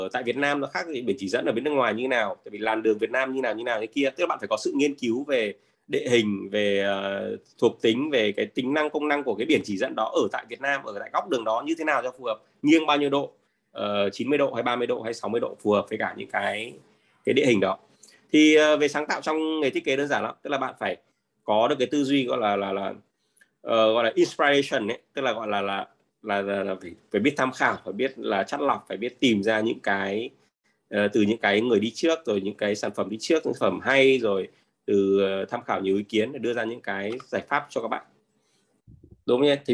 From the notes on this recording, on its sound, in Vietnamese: Nội dung âm thanh này đã được Arena Multimedia ghi âm lại từ nền tảng ứng dụng Zoom trong sự kiện Trò chuyện & Giải đáp: Multimedia Design.